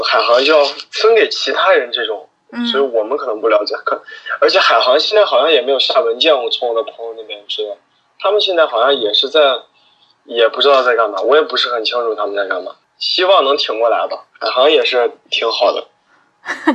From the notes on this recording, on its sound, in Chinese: 本期【扩音器】通过电话录音完成的，音频质量可能稍微欠缺，尽请谅解